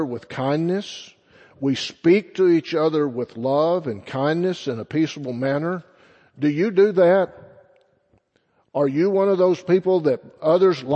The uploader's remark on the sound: Sunday Morning Sermon First Baptist Church Belton Texas.